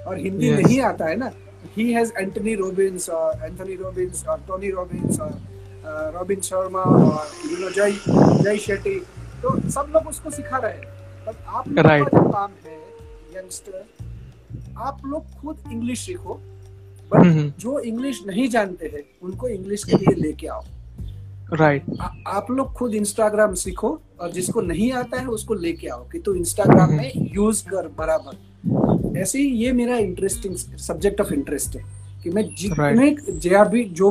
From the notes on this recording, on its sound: Hi there was a problem of Network we record the session 2 time but got issues both time so i Shorted the session. There was a problem of Network we record the session 2 time but got issues both time so i Shorted the session and picked something from that only.